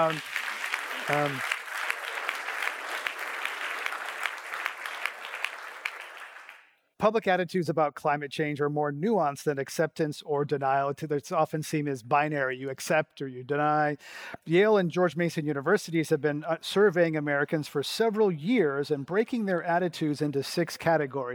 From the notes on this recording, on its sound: Portions of this program were recorded at the BSR 2019 Conference in San Jose, California.